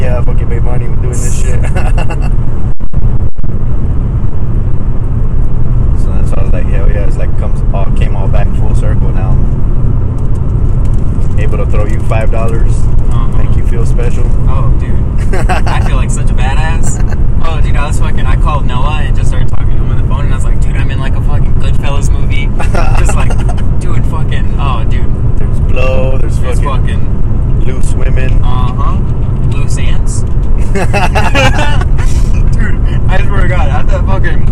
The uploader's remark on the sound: Carcast. This was recorded after the first two shows on the way to San Antonio.